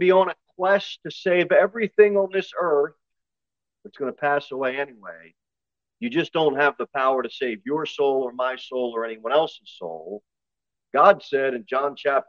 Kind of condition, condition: setting, large echoing room